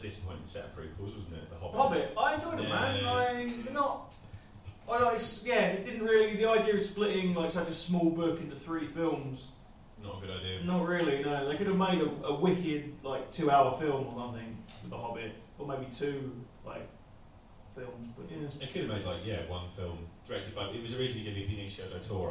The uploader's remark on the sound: Live (in front of 3 people) in Edinburgh 2016. This episode was recorded at the Silk night Club in Edinburgh during the Fringe Festival 2016. We were supposed to do a stand-up show that day but only three people turned up so we decided to just chat to them and record it. It doesn't sound amazing and the mics are a bit feedbacky.